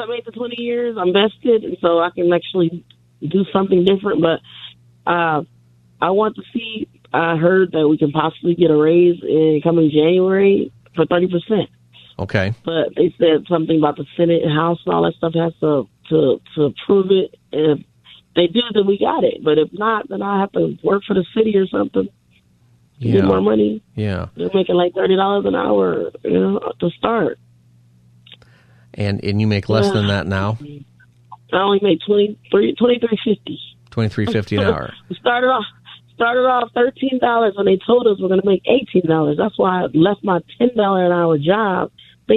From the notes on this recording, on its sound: We also Continue Open Phone Friday.